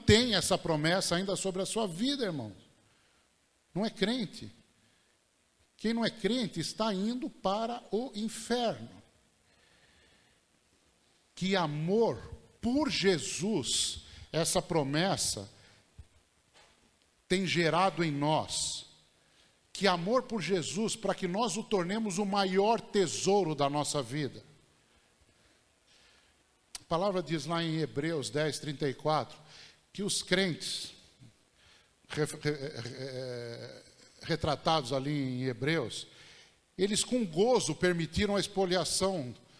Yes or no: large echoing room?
yes